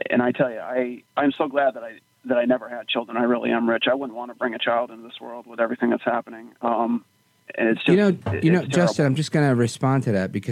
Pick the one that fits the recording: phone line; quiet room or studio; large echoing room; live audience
phone line